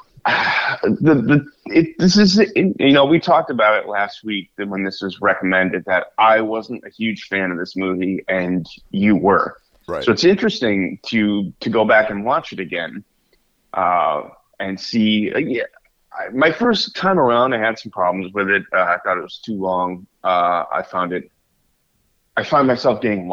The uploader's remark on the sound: This episode is straight from the Necro Phone voicemails and recommended by the listeners.